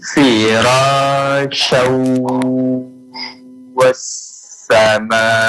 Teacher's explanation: Memang idgham bi gunnah, makanya dia didengungkan.